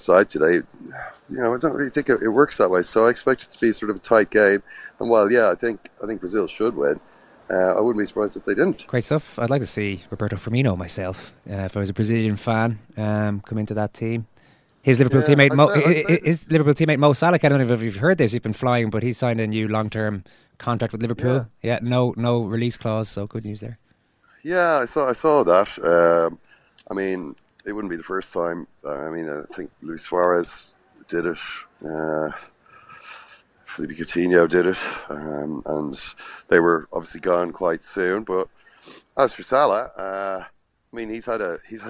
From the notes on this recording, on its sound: live from the cobblestones outside a boiling hot Samara Airport